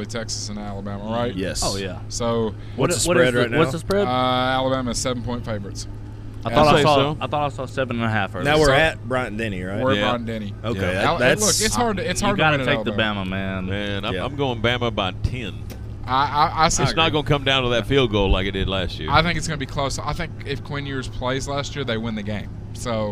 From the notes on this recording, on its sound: We were live from Hops today!